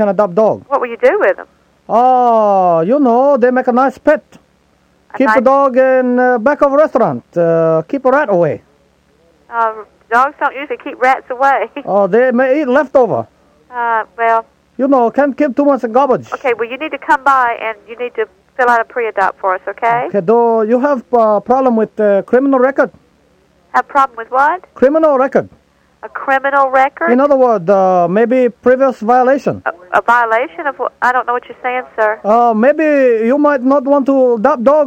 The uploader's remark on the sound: Prank Phone Calls